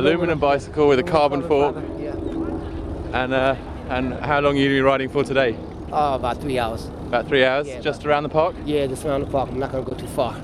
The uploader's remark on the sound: Takes to the streets of Manhattan on a sunny spring Sunday and meets cyclists and assorted Gotham oddballs.